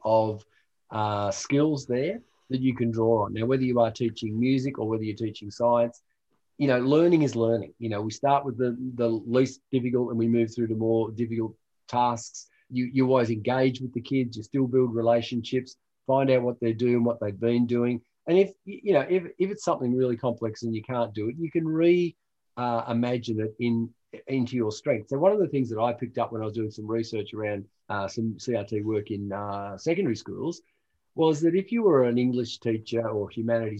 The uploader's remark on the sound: This episode is a recording of a live webinar in January 2021.